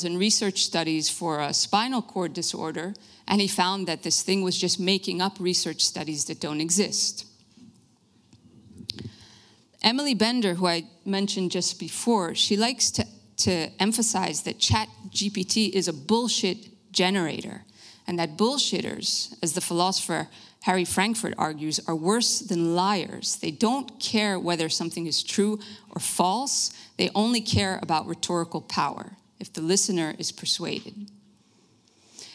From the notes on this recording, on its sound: Lecture at Denkwerk Festival. De Lindenberg.